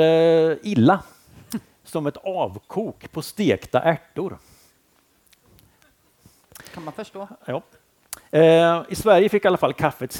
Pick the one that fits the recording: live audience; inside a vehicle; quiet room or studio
live audience